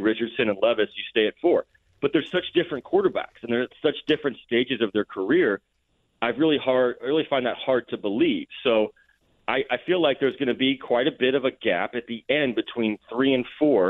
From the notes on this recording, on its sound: Is on the road attending Pro-Day camps, but still has time to call in to the show.